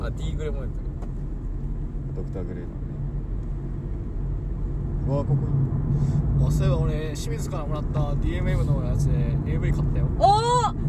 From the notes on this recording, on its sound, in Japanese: 立ち上げメンバードライブラジオ③ 〜江ノ島到着編〜。収録中は常時マスクを着用しております。車に乗るやいなや録音を始めた。途中で我慢できなくなって車内で音楽が響き始めたのはここだけの話。